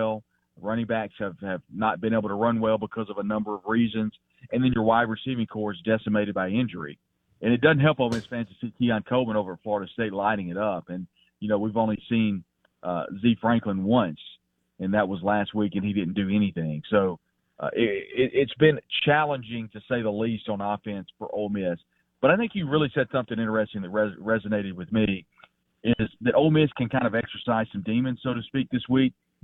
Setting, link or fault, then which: link, phone line